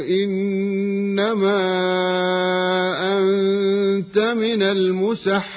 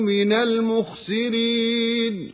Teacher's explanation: وهكذا نجد الراء المكسورة في اللفظ مرققة